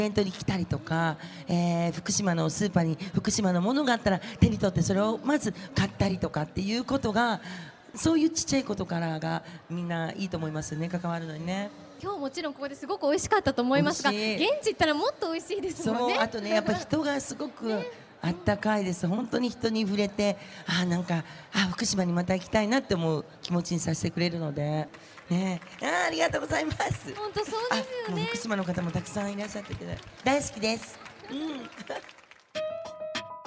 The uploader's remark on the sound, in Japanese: 東京の六本木ヒルズアリーナで開催された「福島フェス2016」にて行われたトークイベント